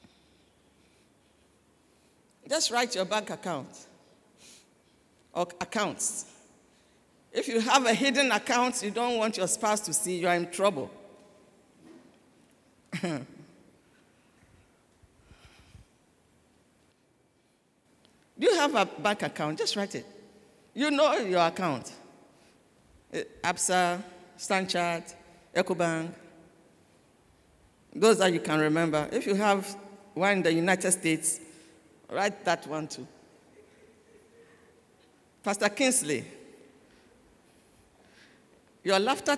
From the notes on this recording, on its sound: Sermon preached at CBC Shiashie Campus